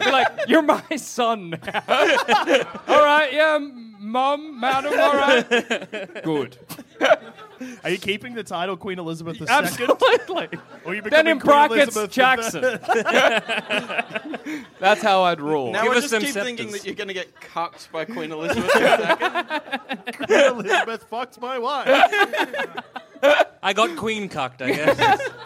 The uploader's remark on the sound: Live from MICF. Live from the Melbourne International Comedy Fest.